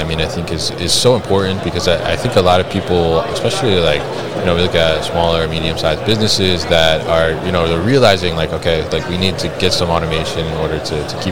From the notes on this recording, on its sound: Live from ProMat 2023